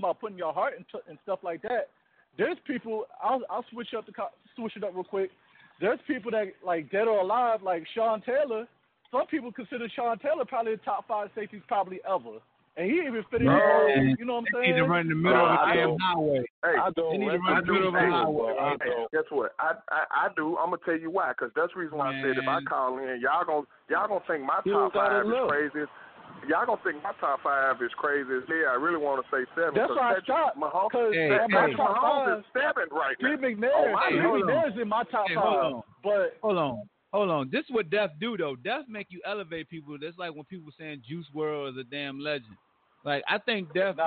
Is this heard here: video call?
no